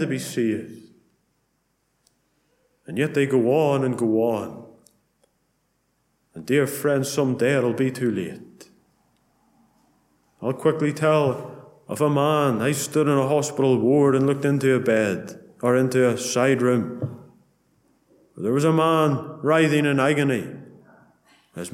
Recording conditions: large echoing room